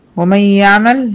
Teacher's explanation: يعني النون ما دخلتش كاملة في الحرف اللي وراها · Term: ادغام ناقص بغنة